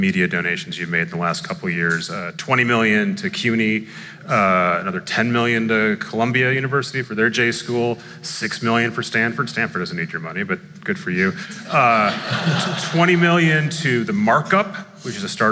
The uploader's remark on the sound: on stage in Brooklyn